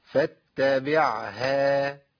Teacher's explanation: مكنت مخرج العين واديتها حقها، مشيت الصوت شويه وبعد كده انتقلت لمخرج الهاء